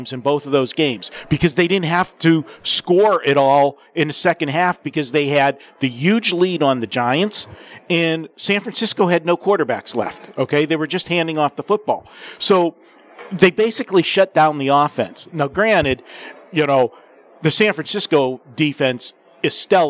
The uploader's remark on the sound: Live from the Superbook - Super Bowl Festivities.